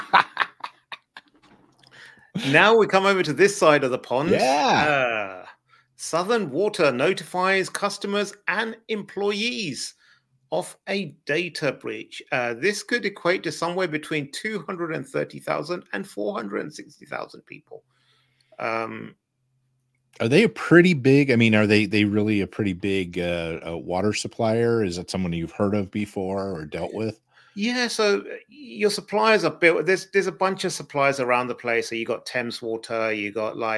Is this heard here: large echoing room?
no